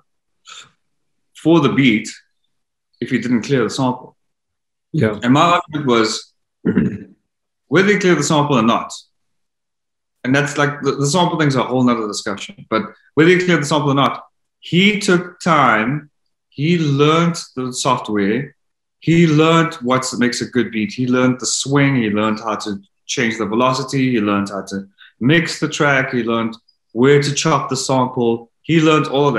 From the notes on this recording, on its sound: the Zoom call quality of this recording is appalling